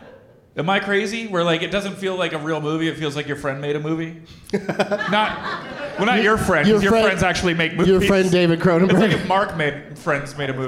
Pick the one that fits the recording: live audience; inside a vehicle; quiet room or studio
live audience